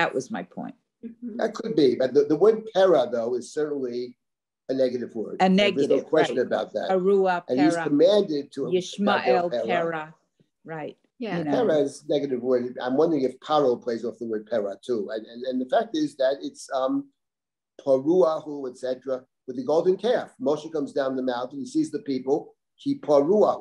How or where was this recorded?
video call